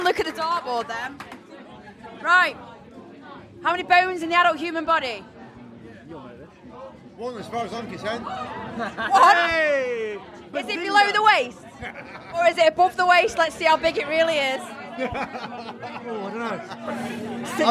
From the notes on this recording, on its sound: Took refuge under the cover of the covered outdoor stage at Sav Fest. After getting absolutely drenched interviewing outside I took refuge under the cover of the covered outdoor stage at Sav Fest. We even had a full crowd Sing -a-long in the quiz to thank them for keeping the noise levels down a bit so I could interview.